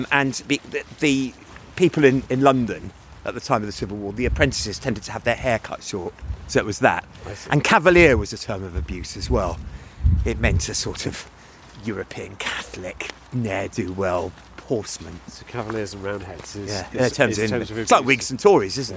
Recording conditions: outdoors